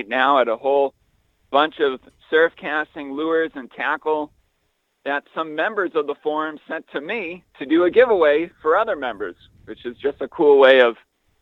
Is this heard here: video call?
no